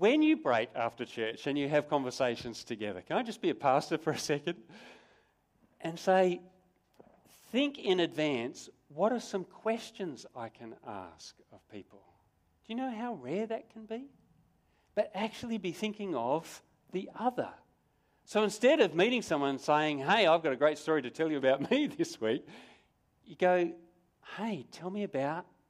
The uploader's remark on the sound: Sermon recorded live from Morley Baptist Church